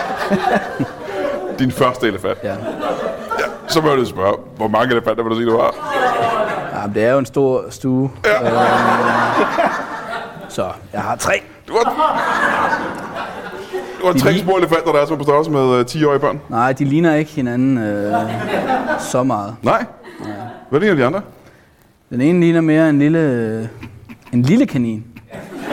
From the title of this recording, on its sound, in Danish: LIVE fra Penyllan Brewery Bornholm